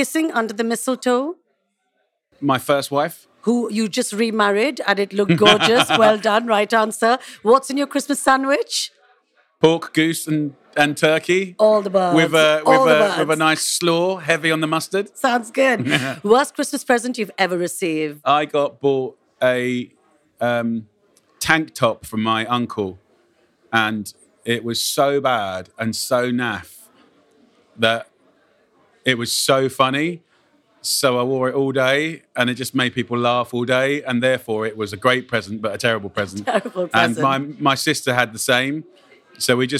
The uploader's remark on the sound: recorded on location at his new restaurant.